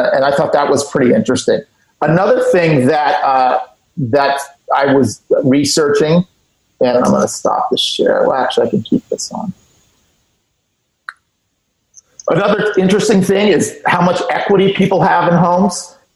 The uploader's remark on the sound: Hosts a zoom call. On this Zoom call. Who contribute their opinions in an open forum towards the end of the call.